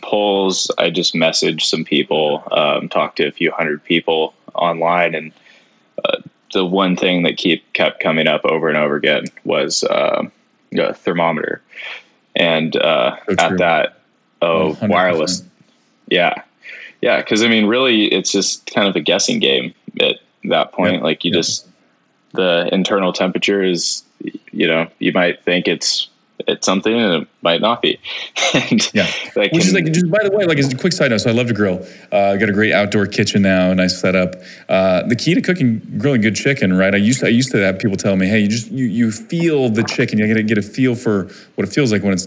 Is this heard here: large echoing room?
no